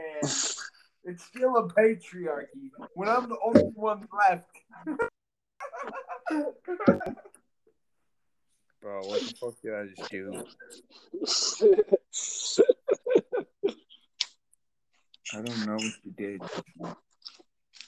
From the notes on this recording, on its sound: Blame the audio on the anchor app.